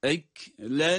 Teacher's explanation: Lemme derken de mim şeddeli olduğu için tutuyoruz tabii ki. Bir elif miktarı da uzatacağız.